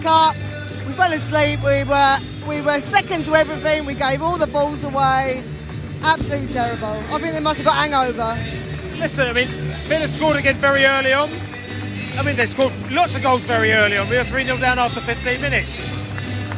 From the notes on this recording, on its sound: Post-match podcast from the stands.